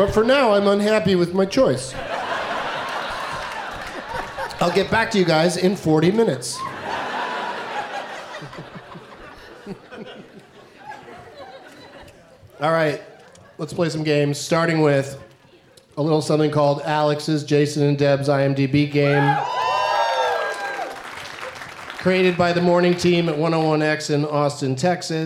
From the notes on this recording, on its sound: Live from Hilarities in Cleveland